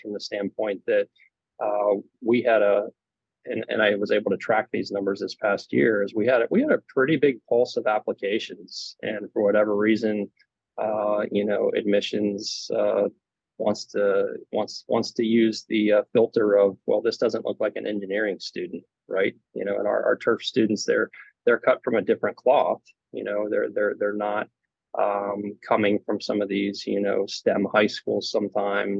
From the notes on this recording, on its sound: He joined me via Zoom from West Lafayette, IN.